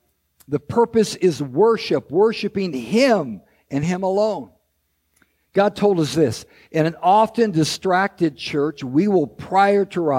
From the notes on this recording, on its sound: This episode is a recording of Christ Street Fellowship's 10th anniversary service.